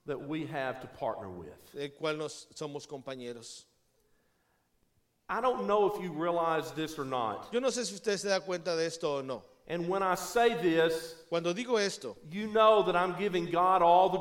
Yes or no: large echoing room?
yes